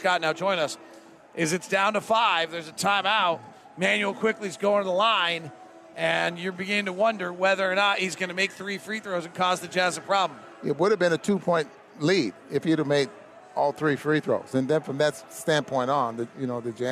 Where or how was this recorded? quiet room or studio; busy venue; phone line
busy venue